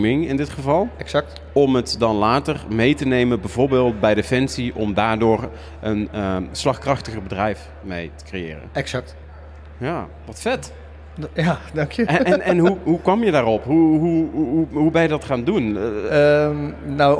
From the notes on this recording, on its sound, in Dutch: live op de Invictus Games op de podbank